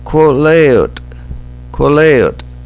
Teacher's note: Quileute. It's an O vowel, though. It isn't quill.